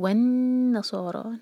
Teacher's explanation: صاد اور را منہ بھر کر، ہیوی لیٹرس ہیں دونوں